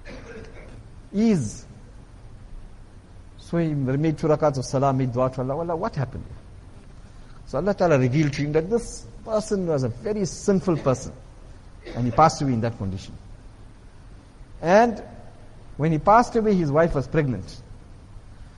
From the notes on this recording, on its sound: Jumuah lecture at Masjid Quwwatul Islam